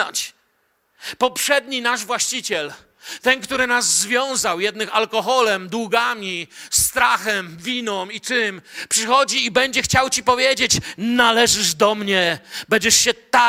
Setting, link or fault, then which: setting, large echoing room